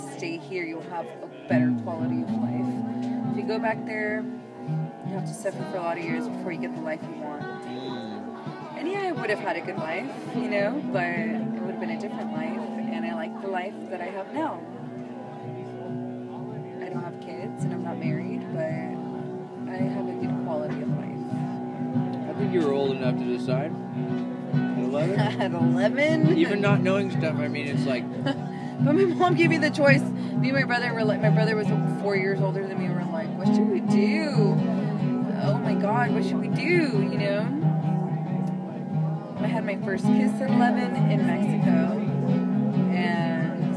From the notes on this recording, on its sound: Recorded live without explicit permission from the garden during the night sessions of Squidfest 2014.